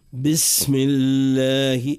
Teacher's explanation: ولهذا بس ما هيش بسم الله وما هيش زادة بسم الله، معناه من غير معناه ما نعطيه صفة الرخاوة للسين وصفة الصفير